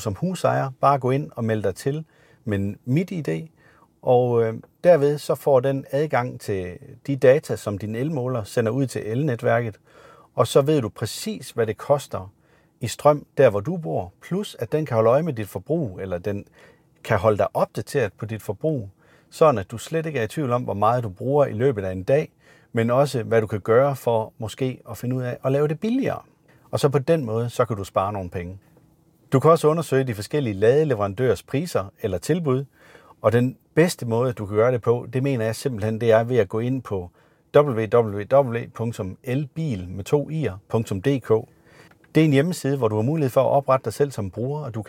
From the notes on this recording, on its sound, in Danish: Afsnittet idag er optaget i en Maxus Mifa 9